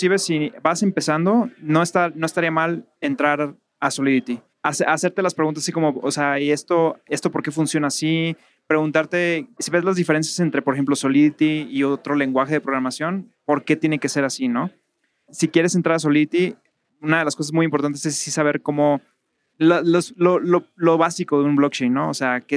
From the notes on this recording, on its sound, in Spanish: En esta ocasión grabamos desde Bogotá en el marco del evento Devcon